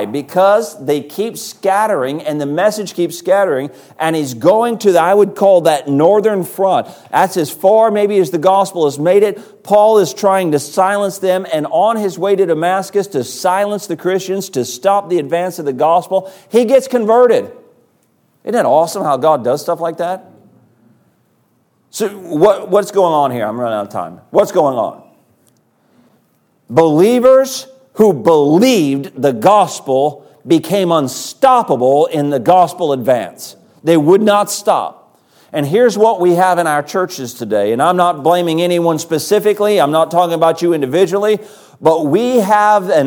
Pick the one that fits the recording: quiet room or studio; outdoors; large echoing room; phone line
large echoing room